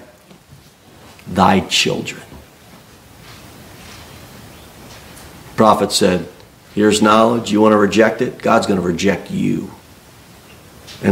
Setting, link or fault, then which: setting, large echoing room